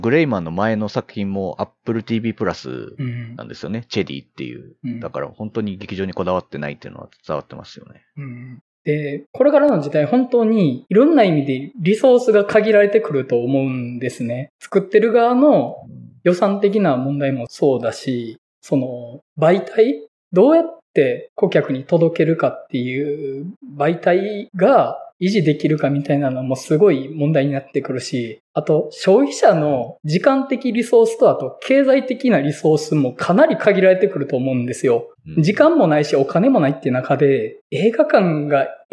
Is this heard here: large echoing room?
no